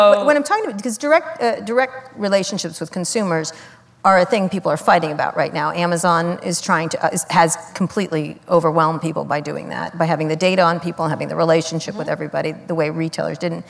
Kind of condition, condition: setting, live audience